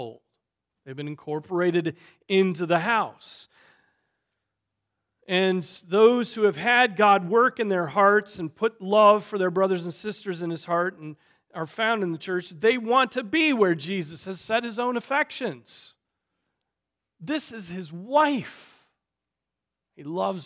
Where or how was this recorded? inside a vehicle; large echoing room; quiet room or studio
large echoing room